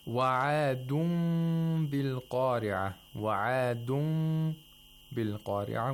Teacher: This meme has to be pronounced with إِخْفَاء، which means that the mouth is not completely closed. There is a small space between the lips, and a nasal sound is made for 2 vowel counts. · Term: إِقْلَاب of Nun Sakina